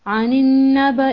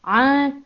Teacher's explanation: غنہ بہت چھوٹا کر کے جا رہے تھے آگے آپ لوگ غنہ اچھی طرح سے ادا کریں کہ لگے کہ غنہ ہے اور ناک میں ٹھہرائیں آواز کو دو حرکہ کے مقابل ہونی چاہیے · Shown in: second take · اور پتہ چلے کہ غنہ ہو رہا ہے عن النبأ ایسے